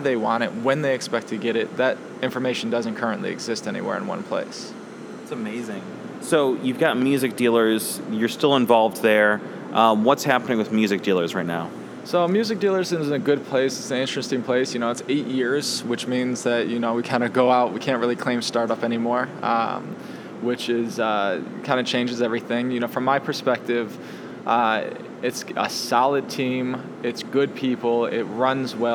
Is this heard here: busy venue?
yes